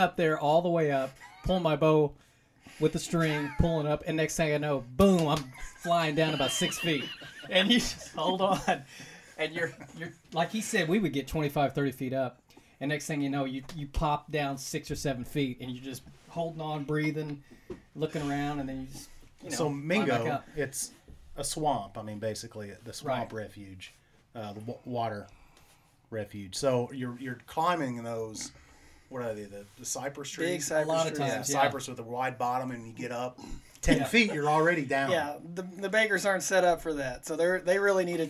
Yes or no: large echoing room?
no